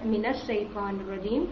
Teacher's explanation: اس کو آپ جب من کے نون ساکن کو آگے ملانا چاہیں گے تو وہ فتحہ کے ساتھ ملائیں گے